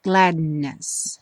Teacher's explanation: corta o som do A e já prepara para o N